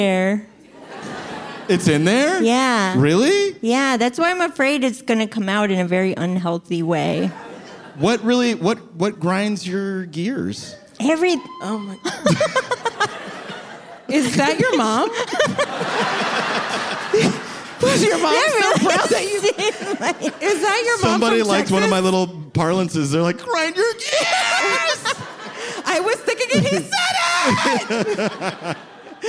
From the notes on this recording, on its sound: Recorded live at the Bell House in BK.